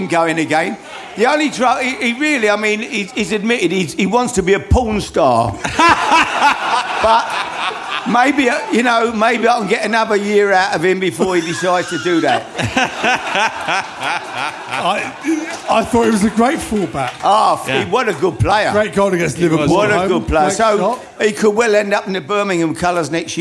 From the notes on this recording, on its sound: If you were there you witnessed three great shows, live at the 100Club and this is the second one!